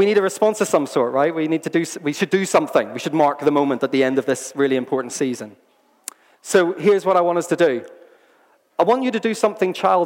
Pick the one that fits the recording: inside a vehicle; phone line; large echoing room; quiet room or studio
large echoing room